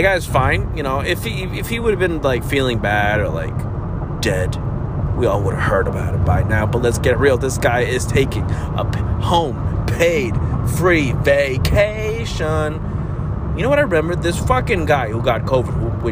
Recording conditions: inside a vehicle